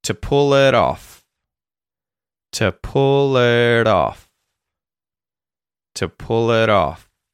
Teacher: my tongue is effectively just flicking across the top of my mouth really quickly as if to make the T sound · because the word off starts with a vowel sound, I will turn the T sound in the word it or it into a T flap